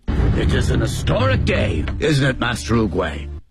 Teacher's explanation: historic 这个音要向上抬起来 historic day 音向上抬起来，强调这件事的重要性啊和庄重感仪式感。然后啊，我们再看整句话呢，它是个重要的确认的事儿，所以都要用强调。嗯，在具体讲的过程中呢 it's a historicday，那么我们看这面呢说的时候 it is 对吧，它可以有形成连读啊，也可以形成连读的啊，也可以形成失去爆破，那么 it's 或者是啊，我们看 isn't it 后面都存在这种连读和失去爆破的痕迹，大家要注意这些小的地方。我们前面的是 it's isn't